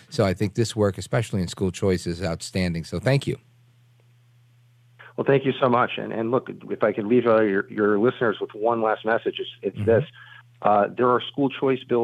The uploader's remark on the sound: we take your calls in open phones across America